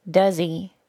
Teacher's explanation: I removed the H sound of the word he, then linked the final Z sound of the word does to the long E sound of the reduced pronoun he.